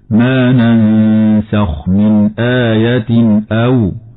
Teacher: إظهار حلقي لوقوع النون والتنوين قبل الهمزة